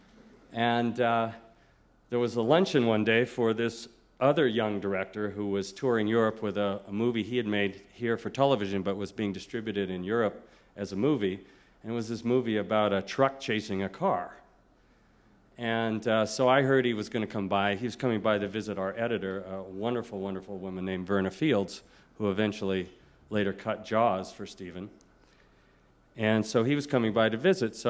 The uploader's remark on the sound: In this podcast, recorded at the Academy of Achievement's 1996 Summit in Sun Valley, Idaho.